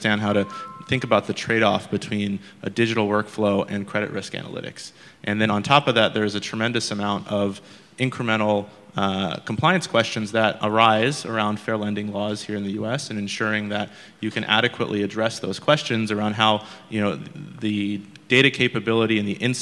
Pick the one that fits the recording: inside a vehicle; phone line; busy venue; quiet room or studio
busy venue